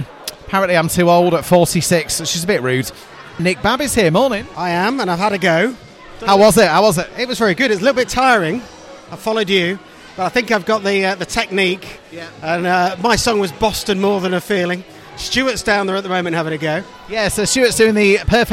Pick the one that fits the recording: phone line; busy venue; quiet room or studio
busy venue